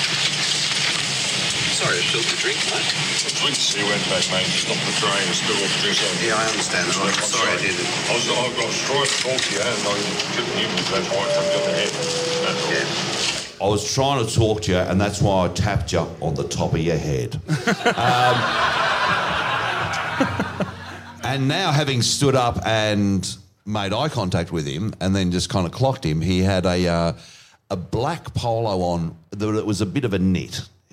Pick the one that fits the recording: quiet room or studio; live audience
live audience